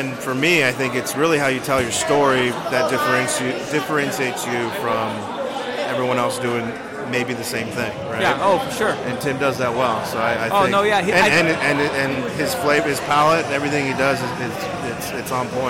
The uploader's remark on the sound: At Shady Oak Barrel House in Santa Rosa, CA for San Francisco Beer Week. Recorded at Shady Oak Barrel House in Santa Rosa, CA in February, 2019.